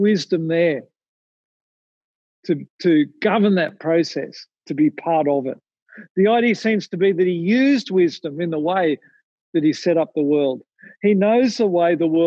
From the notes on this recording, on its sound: Recorded from Zoom.